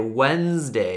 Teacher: The word D is completely silent. When you say Wednesday, you, you cannot hear any D inside. Well, you, you can you cannot hear the first D.